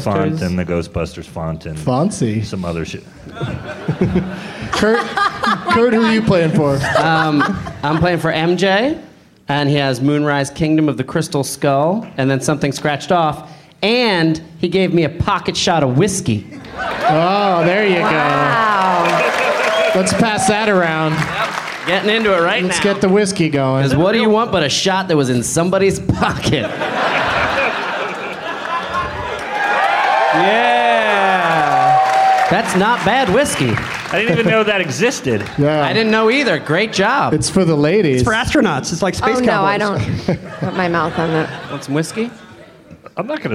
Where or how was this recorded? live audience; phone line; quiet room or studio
live audience